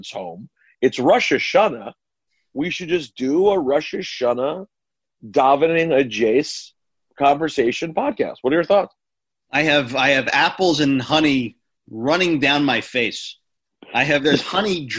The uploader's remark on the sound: jump on a zoom